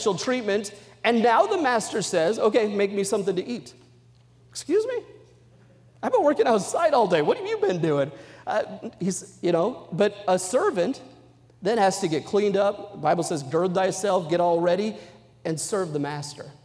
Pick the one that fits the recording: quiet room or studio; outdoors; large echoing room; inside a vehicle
large echoing room